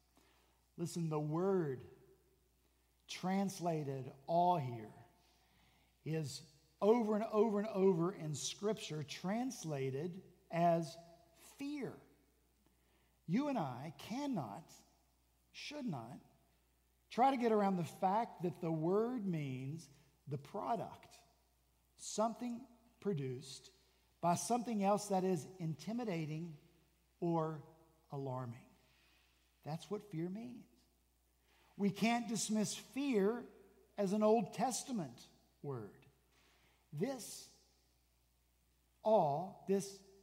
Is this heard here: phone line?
no